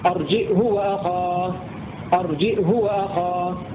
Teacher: بزيادة همزة ساكنة وضم الهاء ولكن بدون صلة